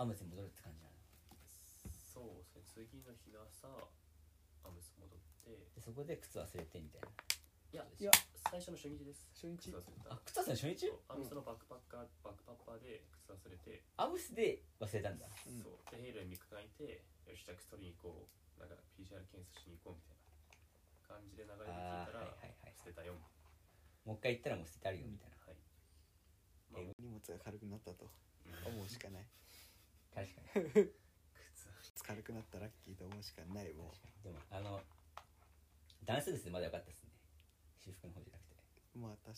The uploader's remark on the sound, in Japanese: 初撮影の為、音声小さいです。